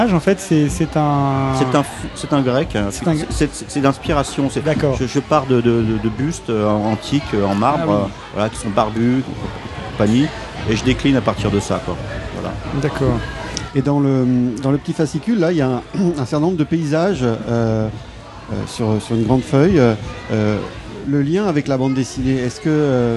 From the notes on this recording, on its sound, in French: Dans cet épisode entièrement enregistré au festival de la BD NormandieBulle